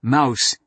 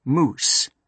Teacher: Before the vowel shift, mouse had been pronounced moose. The old oo turned into a diphthong. · Shown in: first take